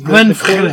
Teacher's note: The closing CH is pronounced as a K, but it's also glottal.